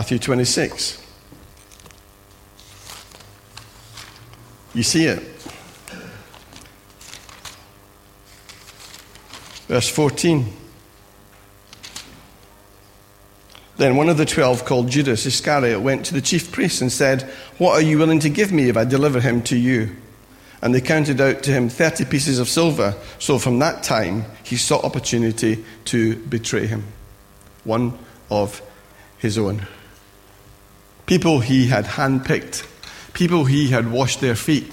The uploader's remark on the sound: Recorded at freedomcentre church, Preston on Sunday 2nd April 2017